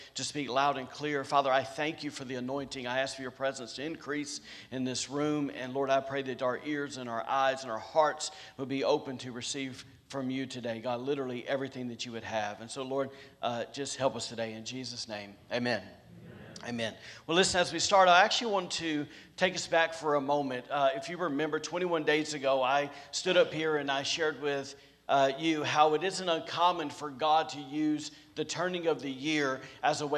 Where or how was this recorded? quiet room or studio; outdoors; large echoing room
large echoing room